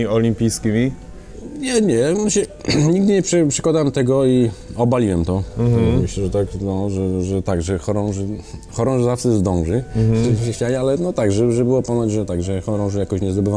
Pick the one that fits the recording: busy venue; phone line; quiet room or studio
busy venue